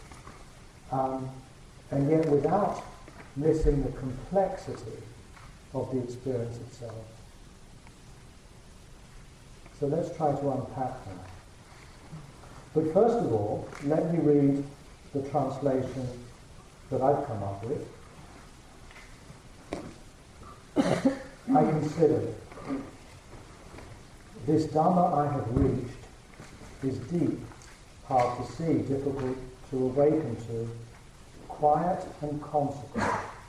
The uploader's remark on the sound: The quality of the recording of this talk may be improved after 11/15